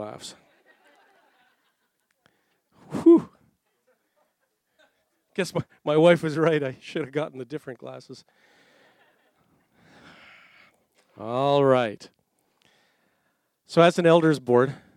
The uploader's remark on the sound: Recorded Audio from Jericho Ridge Ministry Night 2017